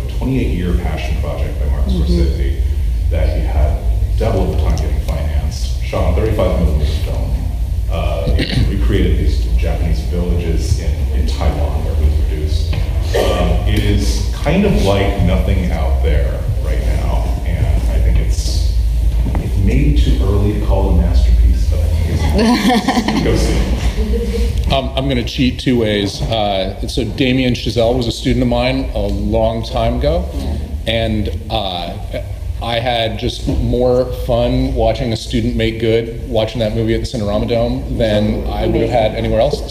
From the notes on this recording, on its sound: This week's podcast is the audio from the Film Now panel held in late 2016